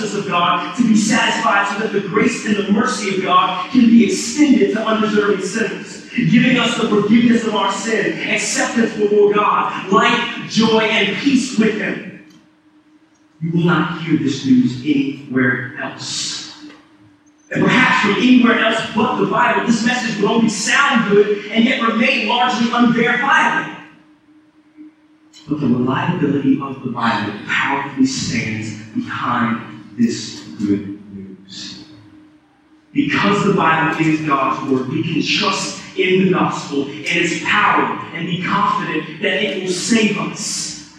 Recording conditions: poor sound quality